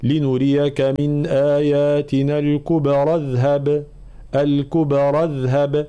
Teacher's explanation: في قوله تعالى لنريك من آياتنا الكبرى، طبعا حال الوقف هنا الكبرى واضح، حال الوصل جاء بعدها كلمة اذهب تبتدئ بهمزة وصل، فإذا وصلناها نقول لنريك من آياتنا الكبرى اذهب، الكبرى اذهب، فالانتباه لأن همزة الوصل تسقط في درج الكلام، فلا نقول الكبرى اذهب، لا ردوا بالنا، فتسقط همزة الوصل ويلتقي الساكنان فنحذف الساكن الأول لأنه هنا حرف مد.